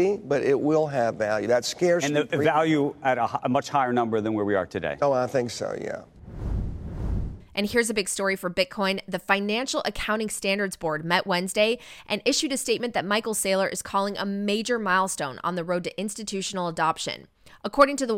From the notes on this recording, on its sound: On location at Bitcoin Amsterdam!